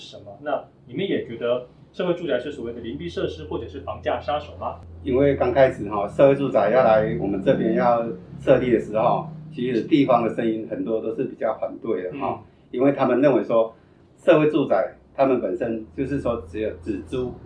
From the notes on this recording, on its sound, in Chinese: 當天路旁有施工作業，。音質上有一定程度的影響，。